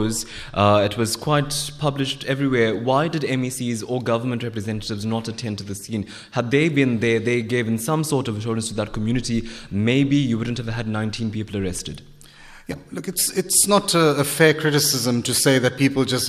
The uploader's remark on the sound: Here is a podcast of Newsbreak Talk before a LIVE studio audience.